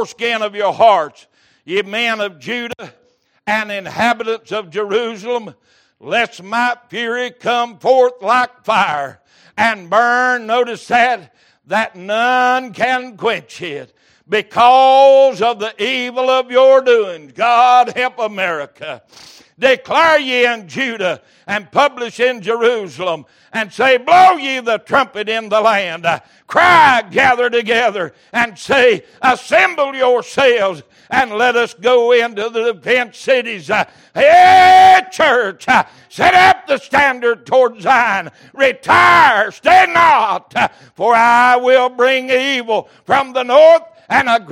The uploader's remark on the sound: Wednesday Evening Service.